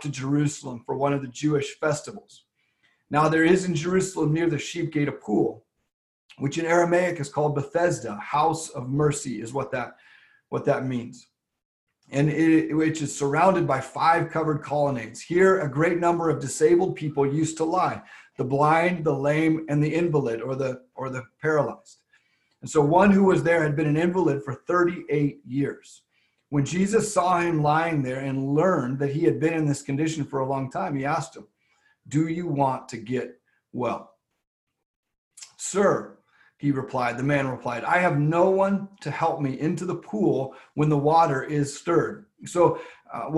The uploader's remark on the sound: LWRV Zoom Church.